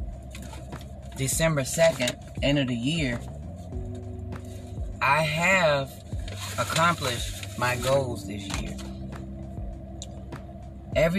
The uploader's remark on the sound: Excuse the background noise and chopped up videos. I am still learning how Anchor works.